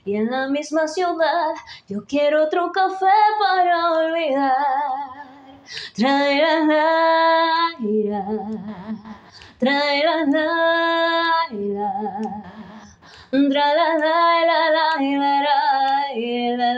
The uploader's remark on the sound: The stage is also different from where I'm usually seen, and I decided to change it for an empty room that we are remodeling. This room adapted perfectly to what I wanted because my interpretation is a capella and that room where you can see me has a very great sound bounce that allowed me to hear myself and to be able to sing in a correct way this musical theme.